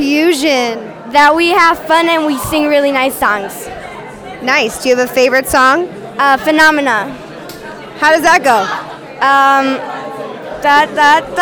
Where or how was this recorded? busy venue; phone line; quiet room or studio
busy venue